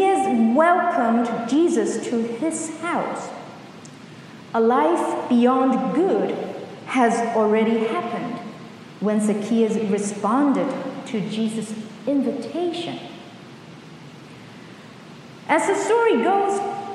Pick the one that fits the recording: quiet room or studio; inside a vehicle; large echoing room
large echoing room